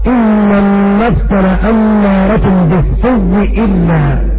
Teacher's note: ولكن ورد عن قالون والبذي في هذه الكلمة إدغام الهمزة واو وإدغام الواو في الواو، فتكون قراءتهما إن النفس لأمارة بالسوء إلا.